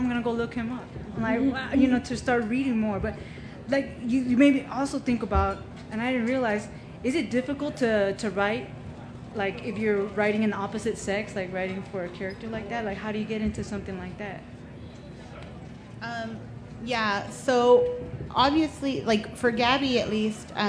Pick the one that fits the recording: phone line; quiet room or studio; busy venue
busy venue